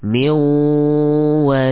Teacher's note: Ya, diidghamkan min waliyin. Ya, zat pada nun hilang, namun sifat nun masih tersisa dalam pengucapan idgham tadi. · Term: idgham naqis